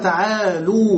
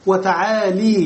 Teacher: فيقولون تعالوا بضمها مع الواو، وتعالي بكسرها مع الياء